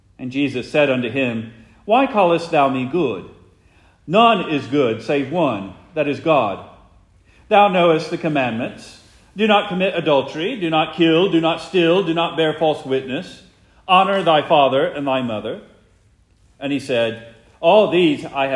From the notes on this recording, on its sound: Preached the morning of February 18, 2024, for the Heidelberg Presbyterian Church in Heidelberg, Mississippi.